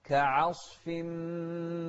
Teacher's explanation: شوف العين مرققة وبعدها الصاد مفخمة